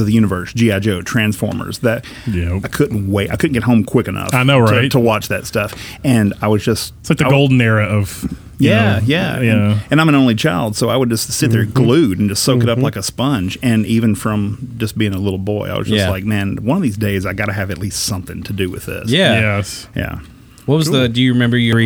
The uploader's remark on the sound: we were live at StarBase 1552 Comics in Franklin, TN